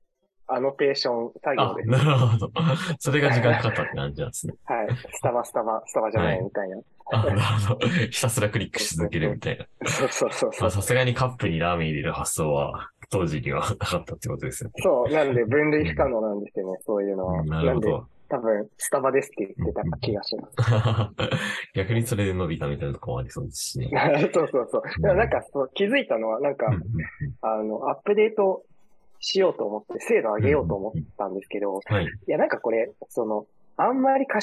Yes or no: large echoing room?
no